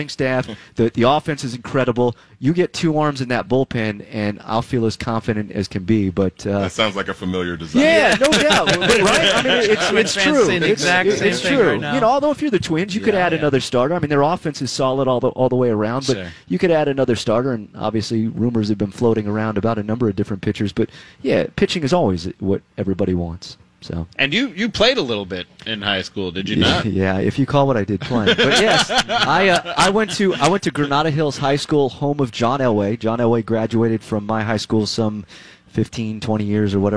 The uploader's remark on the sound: The First-Place Twins Show LIVE from CHS Field in St. Paul!